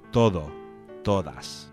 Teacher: you have to pronounce that with a Spanish D with your tongue between your teeth. Todo, todas.